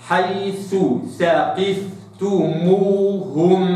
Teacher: حينما تتكرر الثاء لابد أيضا أن أسمع نفسي وغيري الثاءين